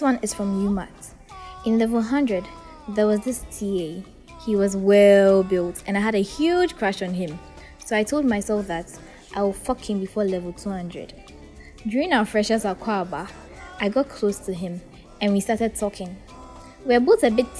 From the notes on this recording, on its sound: Sorry for the background noise. This episode was recorded on campus.